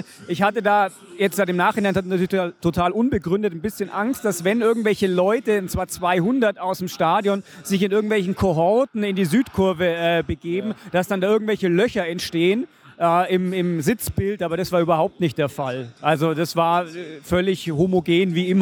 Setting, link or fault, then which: setting, busy venue